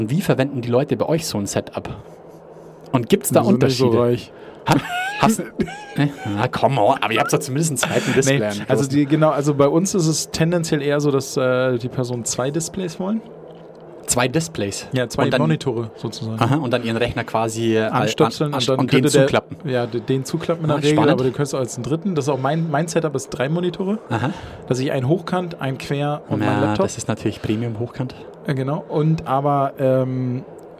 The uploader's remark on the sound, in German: Live von der ZPE